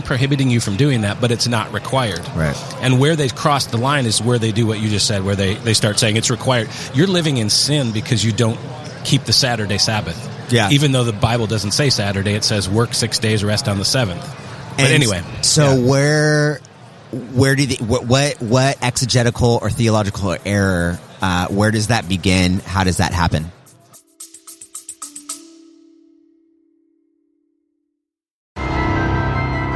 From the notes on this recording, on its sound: in an interview at the NRB conference